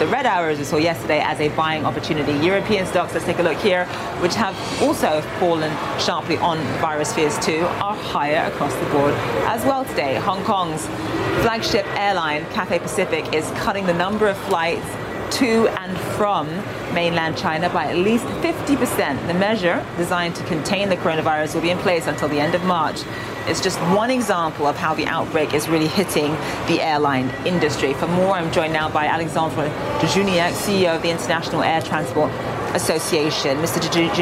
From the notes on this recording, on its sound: live from the New York Stock Exchange